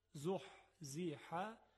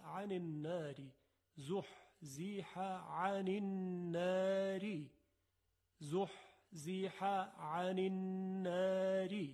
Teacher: دو تا حرف حاء هست که از وسط حلق تلفظ میشه، زحزح، و بعد از اون یک عین هست، عن النار، زحزح عن النار، زحزح عن النار.